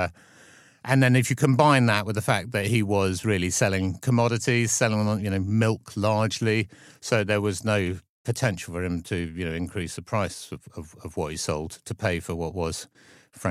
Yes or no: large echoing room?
no